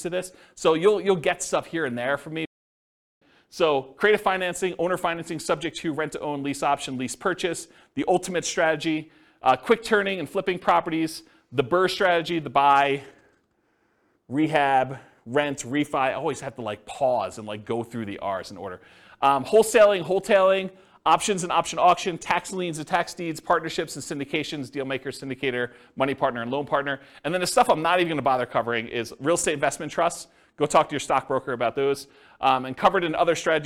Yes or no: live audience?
yes